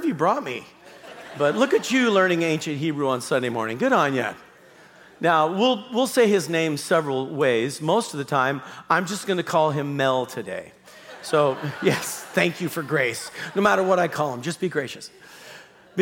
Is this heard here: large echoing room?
yes